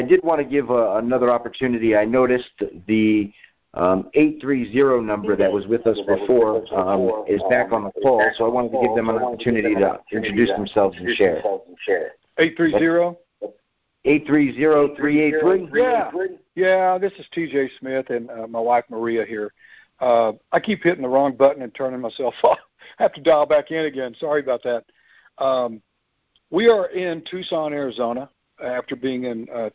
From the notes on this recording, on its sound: For most effective audio start at 9:18. We hosted our first Preterist Pastors conference call. We have a few pastors on the call.